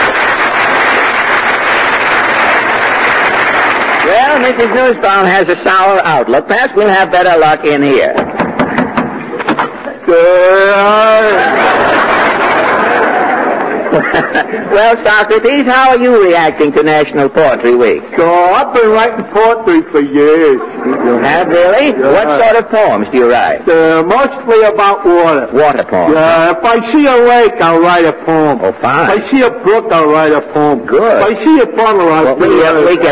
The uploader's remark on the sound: Audio is a bit overdriven. I checked other sources, and it’s the same mushy quality no matter where I look.